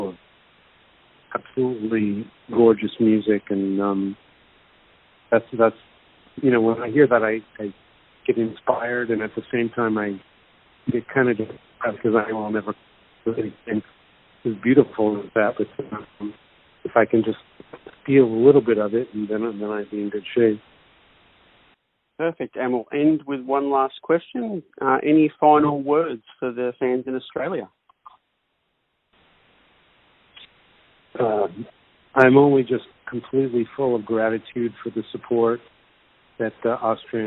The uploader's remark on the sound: called in ahead of his Australian Tour